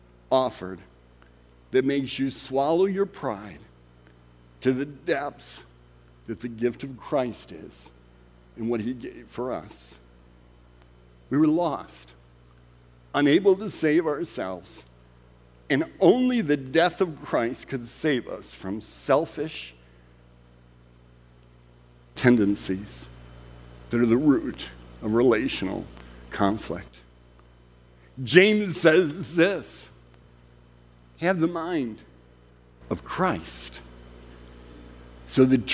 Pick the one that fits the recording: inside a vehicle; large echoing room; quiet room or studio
large echoing room